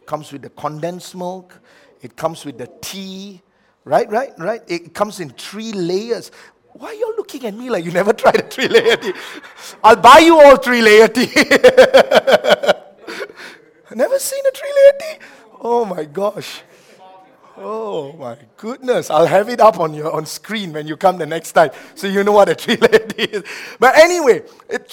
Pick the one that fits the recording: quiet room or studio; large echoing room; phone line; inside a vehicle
large echoing room